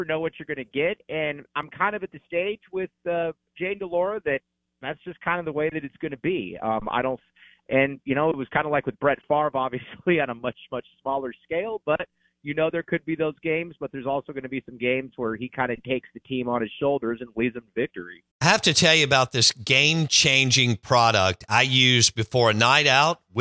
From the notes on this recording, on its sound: On the Farm Bureau guest line. Live in the BankPlus Studio.